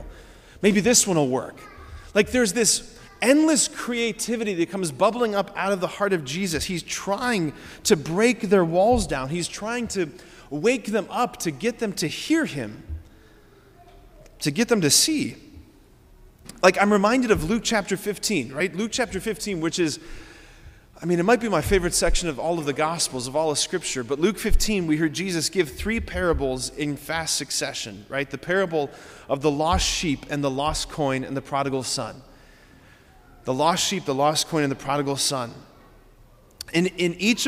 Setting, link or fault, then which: setting, large echoing room